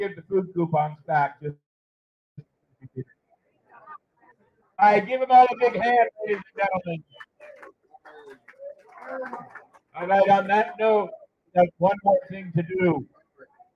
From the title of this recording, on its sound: Live on Location at Dicks Wings 2023!